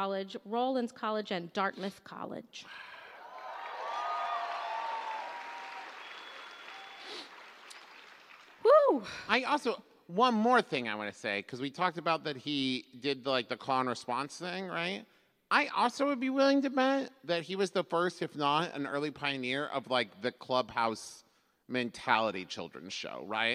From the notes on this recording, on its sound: recorded LIVE in San Jose!